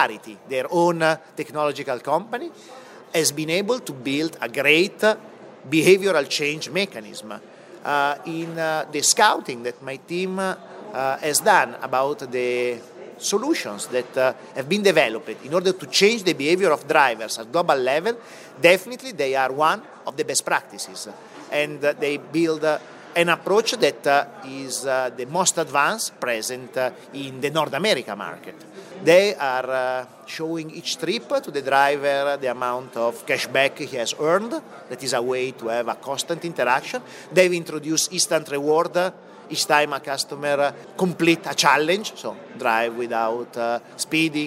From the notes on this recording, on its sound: This interview was recorded at Connected Insurance event in Chicago